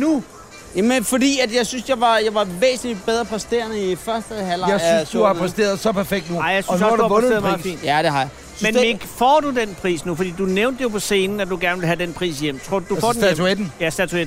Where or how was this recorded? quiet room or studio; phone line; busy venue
busy venue